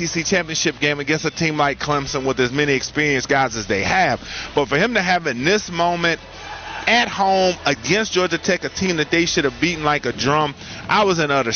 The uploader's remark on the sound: Joins live from the Charlotte FC watch party ahead of the U.S.'s World Cup match.